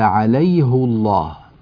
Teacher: في القرآن الكريم كله كلمة عليه مكسورة الهاء، إلا هنا في هذا الموضع كلمة عليه مضمومة الهاء